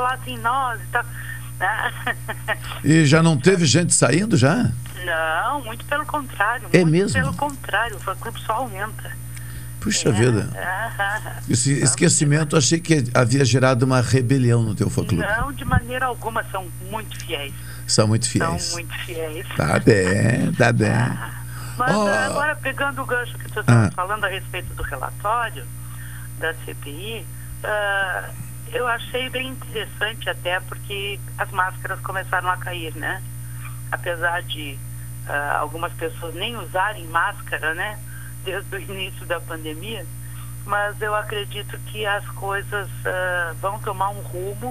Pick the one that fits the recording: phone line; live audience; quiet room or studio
phone line